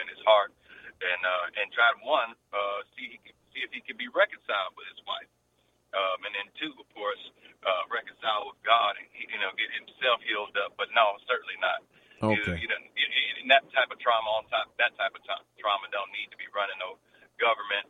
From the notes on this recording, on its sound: with our special call in guest